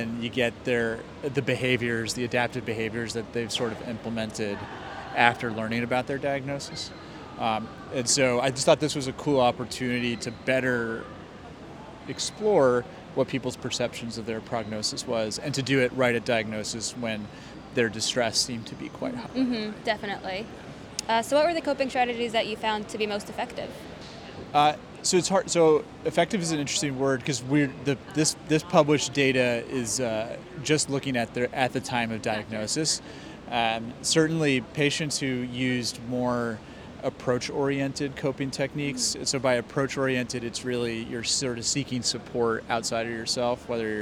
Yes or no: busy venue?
yes